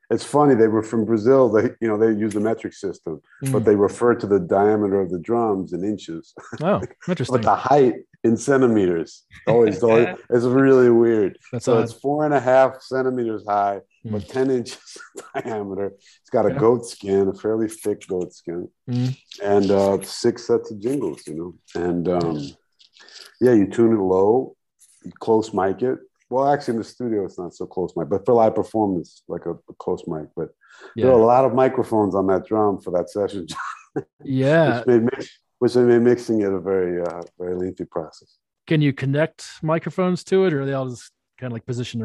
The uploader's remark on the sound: Zoom in from Brazil and Canada.